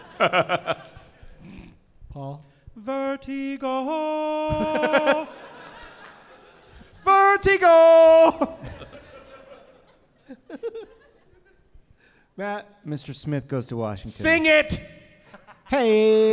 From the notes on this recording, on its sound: Live from the Now Hear This Fest in Anaheim